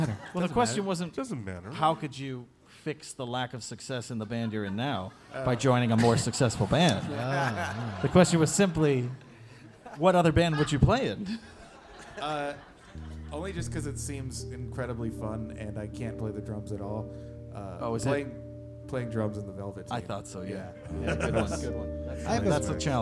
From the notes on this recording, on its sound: This episode was recorded at the Atlanta, GA stop of the Fossio et Satio tour!